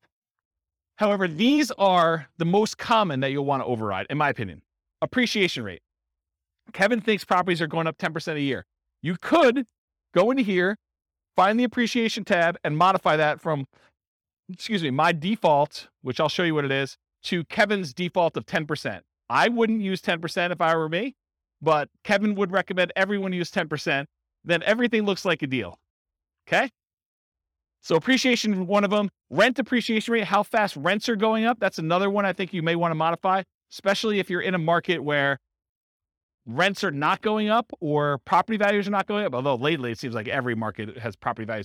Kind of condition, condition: setting, live audience